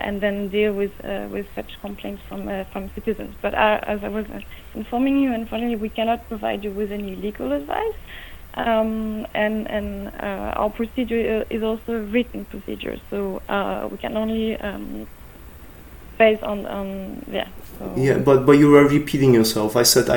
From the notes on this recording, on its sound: Call with the European Ombudsman